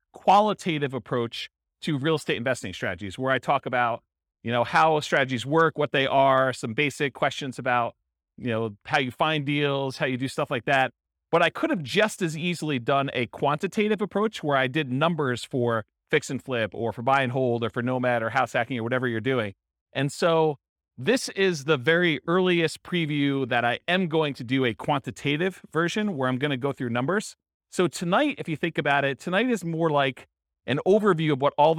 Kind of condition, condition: setting, live audience